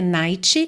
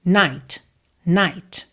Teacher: esse T, ele vem purinho mesmo, sem nenhum traço de vogal · Shown in: second take · tá? Não é ti, ti, é t, t, t.